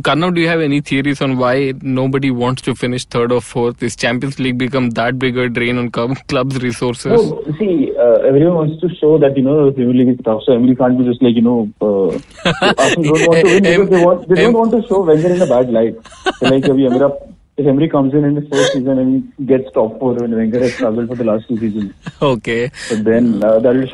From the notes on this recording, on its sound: joined by his trusted fellowmen over the phone